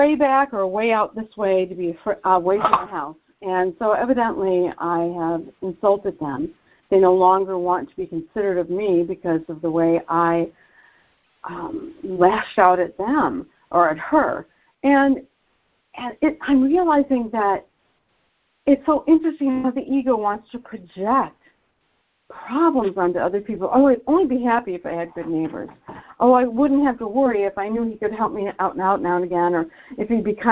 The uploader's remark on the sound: ACIM Daily Conference Call